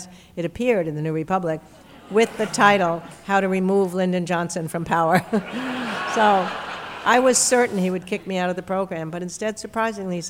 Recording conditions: live audience